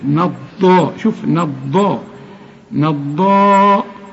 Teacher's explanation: والضاد مفخمة وأعلى درجات التفخيم، وخد بالك إنها مشددة